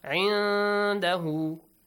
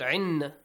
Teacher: Noon shouldn't be clear. · Shown in: first take · Term: hidden sound